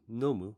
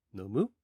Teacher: at the end of the sentence, we raise the pitch of the last sound. · Shown in: second take · So instead of saying nomu, we say nomu. · Term: raising the intonation